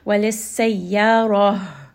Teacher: Mata'al lakum walissayyarah, ra here is going to be heavy. And then ha here is going to be from the chest. Again, give it some humps.